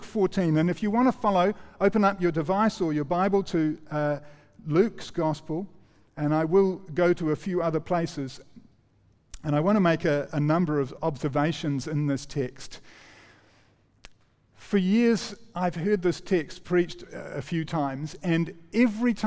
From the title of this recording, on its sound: recorded 5-11-23 PM gathering